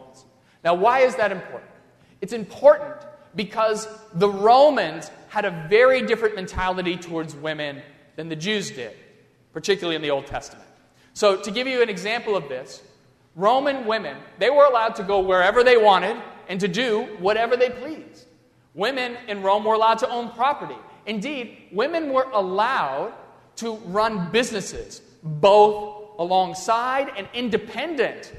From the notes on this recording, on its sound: during the Crossroads service (9:30 am) on Sunday May 8, 2016, at First Presbyterian Church of Arlington Heights, Illinois.